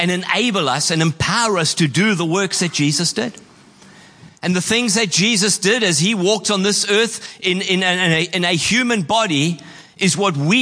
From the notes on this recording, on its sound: Preached on 26/11/23 at Horsham Downs.